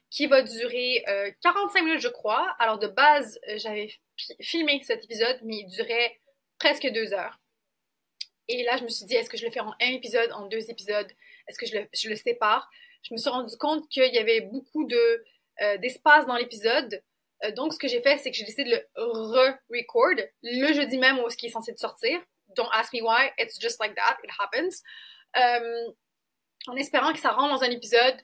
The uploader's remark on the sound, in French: Désolée pour le son